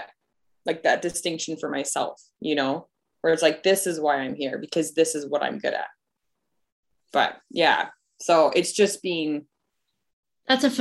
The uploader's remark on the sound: We asked, and you (overwhelmingly!) wanted to hear what happens in my Zoom room during a business strategy call.